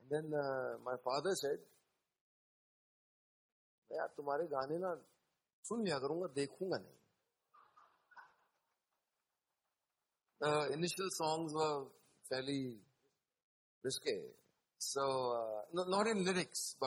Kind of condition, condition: setting, live audience